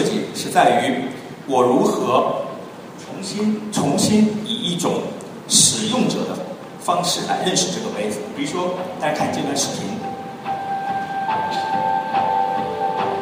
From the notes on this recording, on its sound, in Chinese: 本期节目为MIA 2013交互设计论坛的发言录音整理而成。现场录音效果一般，对音质要求较高的朋友请慎重下载。